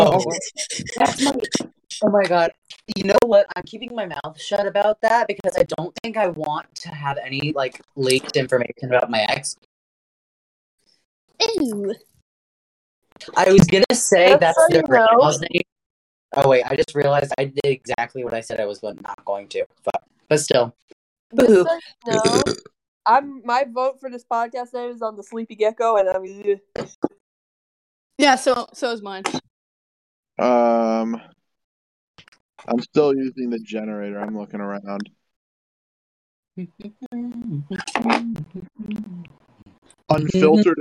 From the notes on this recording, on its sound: Sorry that the audio quality is so bad.